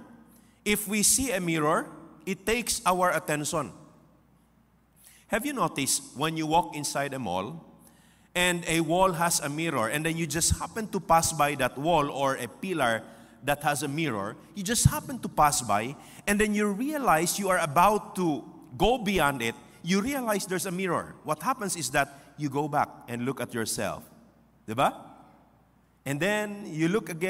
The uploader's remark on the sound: This podcast was recorded live last June 18, 2023 at Zamboanga City Alliance Evangelical Church.